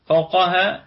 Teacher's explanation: فوقها الكلمة كلها مرققة مع حرف القاف في الدرجة الثانية من درجات التفخيم لأنها متحركة بالفتح وأيضا فيها قلقلة نسبية.